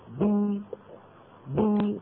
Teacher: تخرج الباء المكسورة بالتباعد بين الشفتين اللي هما طرفا عضو النطق